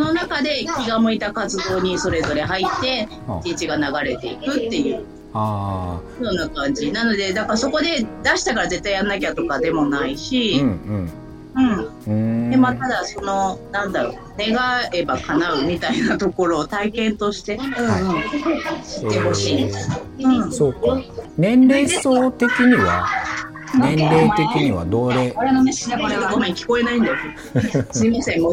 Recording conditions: sounds in the background